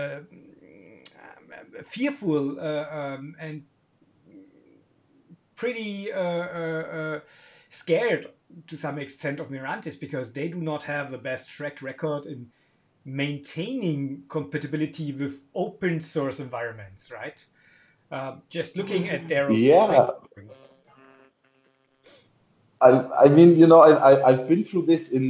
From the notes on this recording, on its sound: In this episode, we're struggling a lot with our equipment - Slack- and Phone-Calls, Screen Sharing, etc. Technical imperfections. In this episode, we're struggling a lot with our equipment - Slack- and Phone-Calls, Screen Sharing, etc.